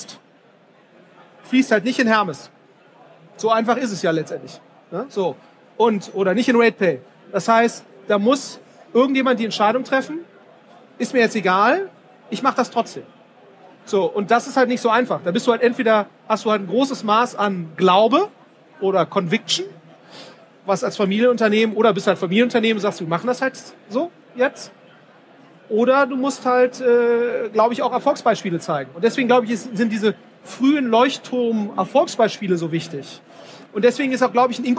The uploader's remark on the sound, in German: Auf dem #OMR Festival in Hamburg